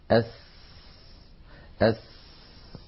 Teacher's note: فالسين إذن حرف فيه جريان للهواء، جريان للنفس، كما أن فيه جريانا للصوت أيضا. أس فالسين حرف مهموس رخو، وهو حرف منفتح لأنه ليس من حروف الاستعلاء السبعة خص ضغط قض، وهو حرف منفتح لأنه ليس من حروف الإطباق الأربعة.